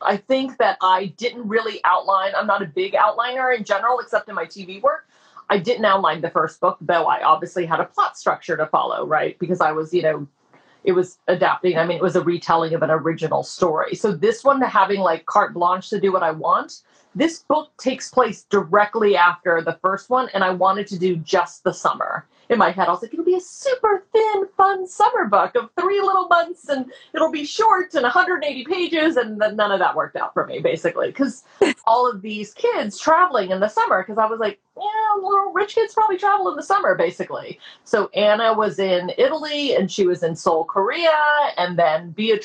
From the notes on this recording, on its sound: a recent IG Live —released here as a podcast